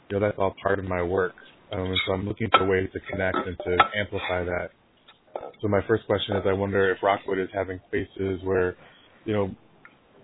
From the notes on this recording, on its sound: Rockwood hosted a conference call for alums and community members